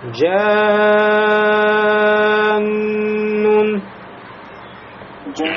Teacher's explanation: маддун лязим, потому что после алифа звука долготы приходит нун, удвоенная, первый нун с сукуном. Значит, лязим, этот сукун постоянный, а не появляющийся периодически.